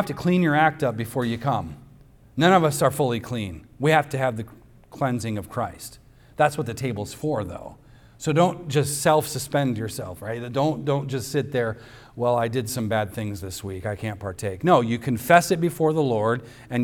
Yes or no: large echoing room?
yes